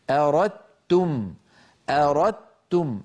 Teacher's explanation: فعندما يأتي دال ساكنة بعدها تاء ندغم الدال في التاء فيصبح النطق بتاء مشددة ولا يبقى للدال أثر في النطق. هكذا أردتم، أردتم النطق تاء مشددة ولا يبقى من الدال في النطق شيء، تبقى الدال في الخط فقط. · Term: إدغام واجب